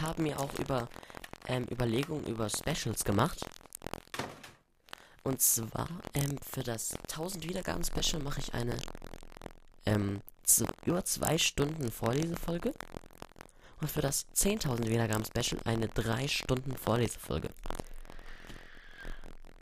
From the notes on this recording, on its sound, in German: sorry, dass die Aufnahme ein bisschen knistert